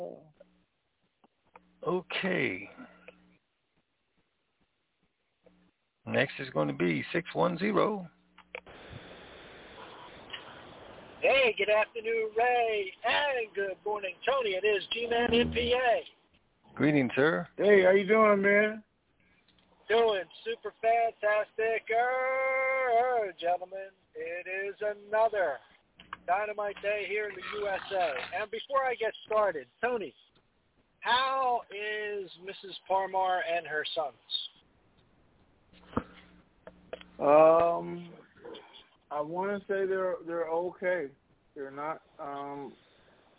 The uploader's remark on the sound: Conference Call